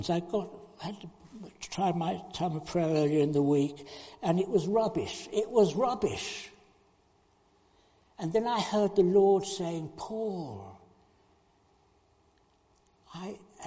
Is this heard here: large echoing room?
yes